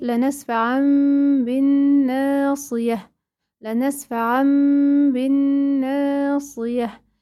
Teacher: على طول أقلب هذا التنوين إلى ميما وأخفي هذه الميم عند الباء · Term: القلب